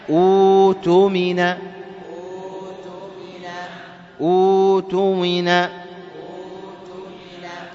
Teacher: وإبدال همزة القطع واوا يناسب ضمة همزة الوصل فتقرأ أوتمنا · الثانية التي هي همزة القطع نبدلها واوا